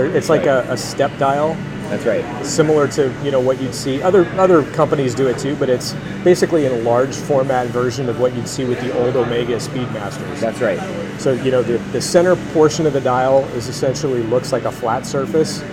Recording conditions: busy venue